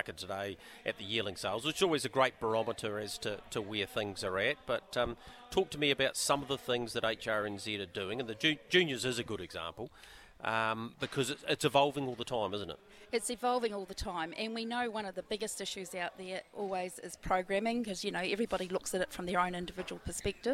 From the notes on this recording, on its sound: Trots Talk Karaka OB. At the Karaka sales.